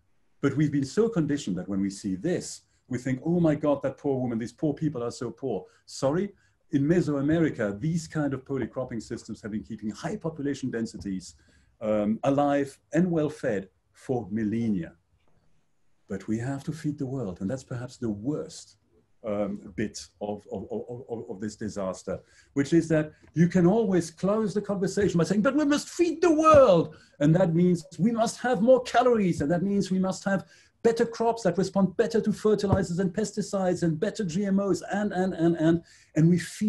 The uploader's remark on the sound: Excerpts from online panel discussion. Hosted by IIEA Brussels.